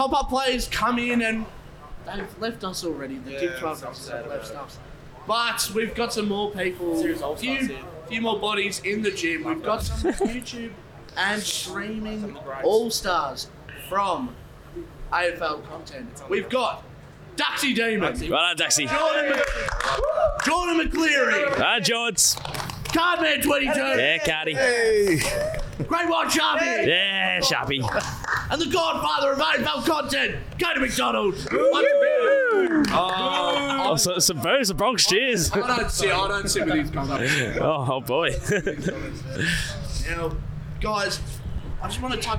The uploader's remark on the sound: LIVE Grand Final Special from AFL Footy Festival. This was a bonus episode we recorded LIVE at the AFL Footy Festival.